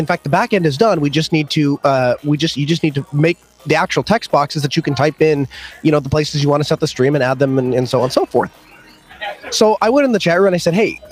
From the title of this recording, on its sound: Live from SouthEast LinuxFest